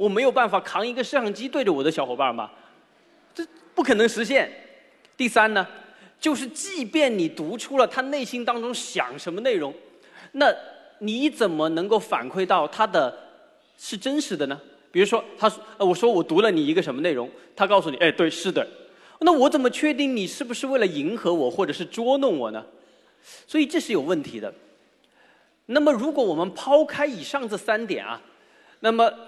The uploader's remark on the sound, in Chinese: 在绍兴大剧院举办的《理性的力量》科普演讲会如约而至。一千多位观众到现场参与了这次活动，整个会场都坐的满满的，台下黑压压的坐了一大片。当我容出空来好好整理一下整场活动的录音的时候，我才发现，耳机里听到的缺陷远比我估计的要多得多。这不是在自己窝里，可以从容不迫的录音，还可以后期剪辑。绍兴活动现场。